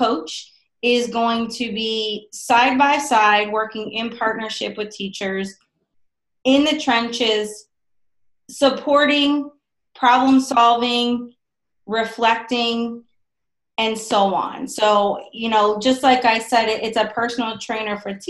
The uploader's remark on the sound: On this episode, I Zoom